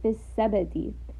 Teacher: باء has a سكون. So there is a slight bouncing sound. So again, this is very slight. · Term: قلقلة